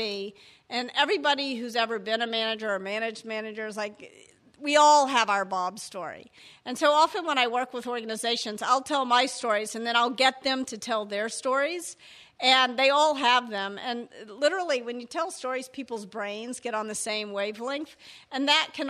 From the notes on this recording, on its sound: Before a live audience in San Francisco.